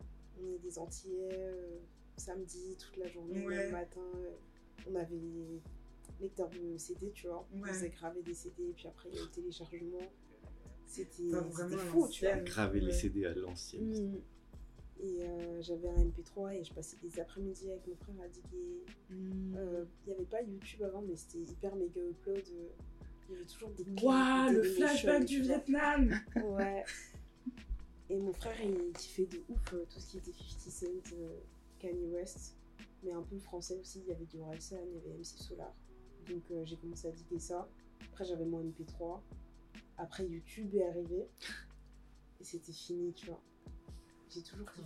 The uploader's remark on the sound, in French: Excusez nous d'avance pour les bruits parasites présents dans cet épisode... On a vraiment enregistré au feeling et sans réfléchir !